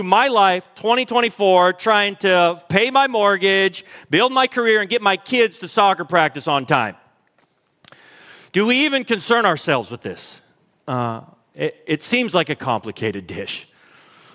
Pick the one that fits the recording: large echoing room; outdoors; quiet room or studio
large echoing room